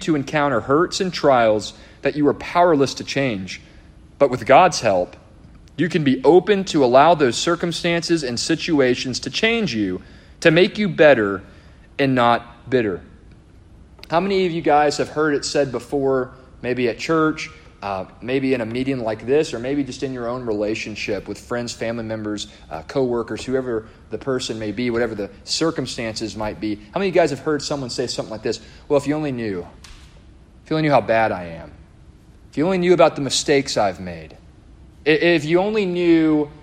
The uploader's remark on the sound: A devotional delivered to the congregation of Lifeway Baptist Church -Edna, Texas-.